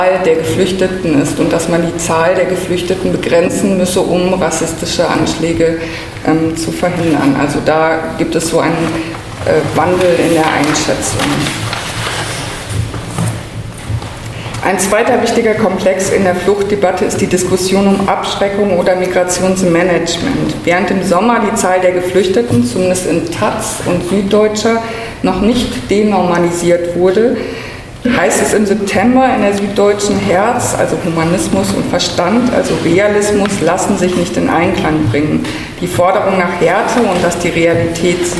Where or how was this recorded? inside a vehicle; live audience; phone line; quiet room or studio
live audience